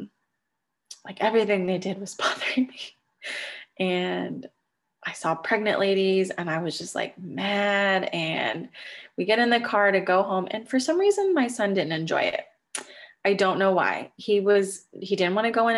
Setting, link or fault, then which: fault, sounds in the background